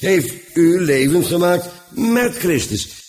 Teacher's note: En de klemtoon moet kennelijk liggen op met.